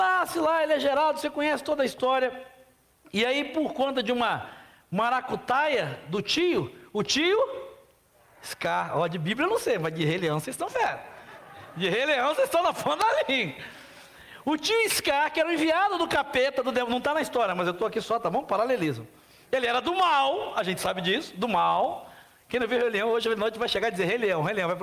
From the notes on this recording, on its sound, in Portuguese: na Celebração ao vivo do último domingo